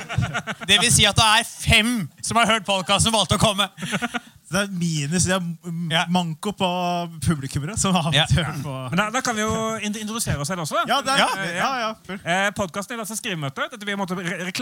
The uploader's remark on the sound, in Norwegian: Skrivemøte live i oslo spektrum. I dagens episode er en spesial episode fra siste liveshow vi hadde i november.